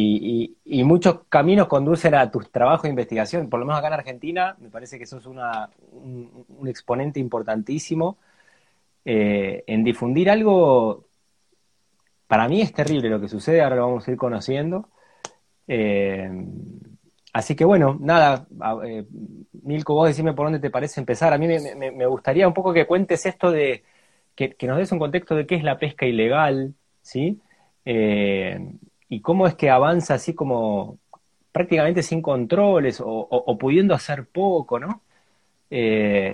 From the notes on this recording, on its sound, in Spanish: Audio de la charla en VIVO por Instagram